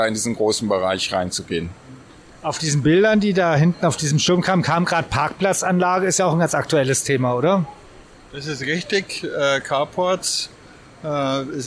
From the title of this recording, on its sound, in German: Live vom Partnertag